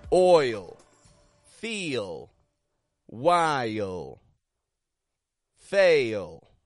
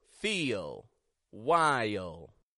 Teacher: when a Y glide diphthong precedes a dark L, an off glide is heard. This is when we're getting this y in the middle.